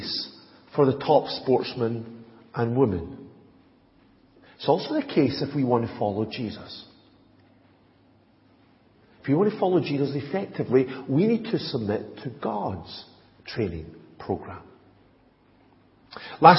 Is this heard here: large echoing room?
yes